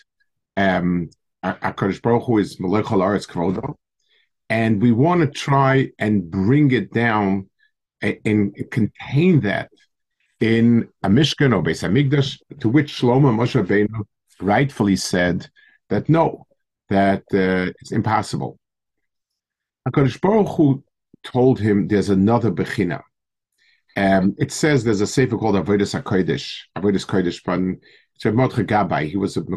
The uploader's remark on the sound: Delivered over Zoom to the staff of Yeshiva Ohr Yisroel.